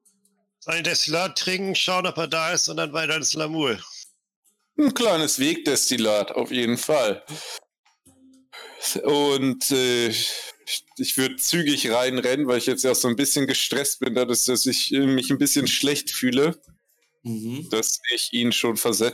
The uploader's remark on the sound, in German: mit leichten Audio-Issues